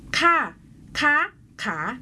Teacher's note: ส่วนอักษรต่ำสระเสียงสั้นผันได้3เสียงคือค่ะคะขาคือเสียงโทตรีจัตวา